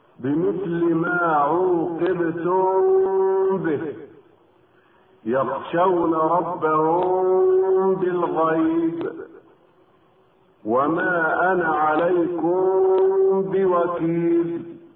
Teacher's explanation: وفي الاصطلاح النطق بالحرف بصفة بين الإظهار والإدغام، عار عن التشديد مع بقاء الغنة في الحرف المخفى، كما ننطق بالميم الساكنة قبل الباء بعدها مع بقاء الغنة بمقدار حركتين · Term: إخفاء شفويا